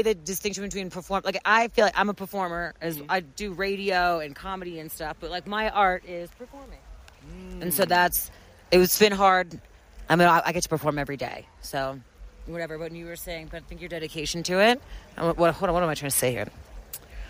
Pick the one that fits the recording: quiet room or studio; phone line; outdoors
outdoors